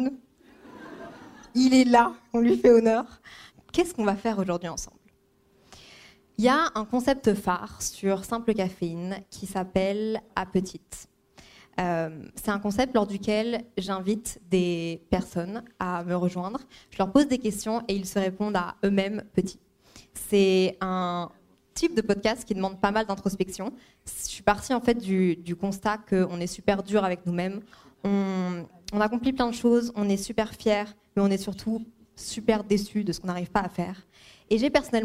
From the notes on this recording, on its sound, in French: Mon 1er podcast en Live. J'étais devant certain.eés d'entre vous, au théâtre, à l'Apollo Paris pour enregistrer un épisode de Simple Cafeine en LIVE.